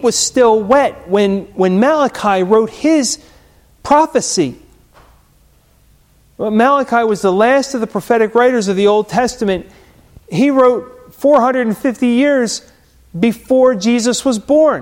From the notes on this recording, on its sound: Recorded at Hudson UMC